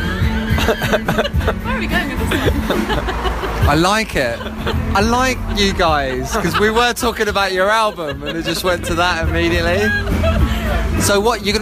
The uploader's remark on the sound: We are live on the London Underground for a rush hour slog on several crowded tube carriages. Among the crowds.